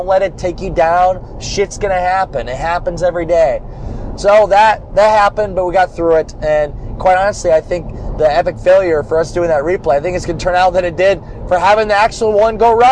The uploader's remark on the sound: Why I’m driving back from Miami right now.